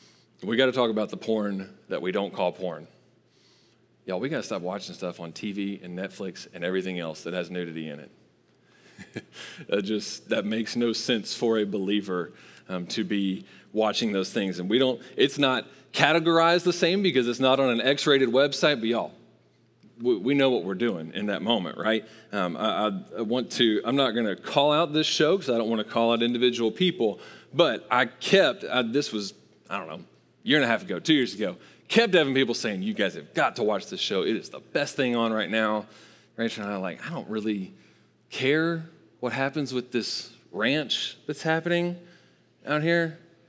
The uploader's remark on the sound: Recorded live at Long Hollow Church on September 20, 2022.